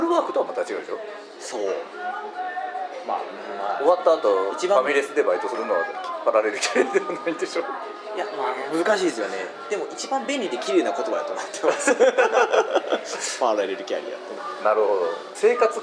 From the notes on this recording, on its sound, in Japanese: ビジネスサロンでの収録なので周りガヤガヤしています。